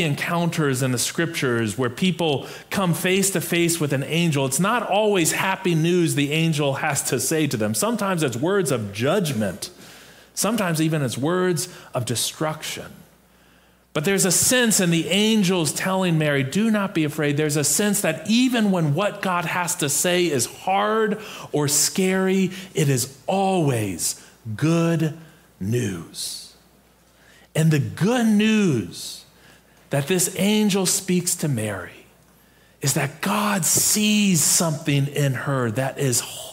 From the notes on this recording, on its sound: In our MorningSong worship service.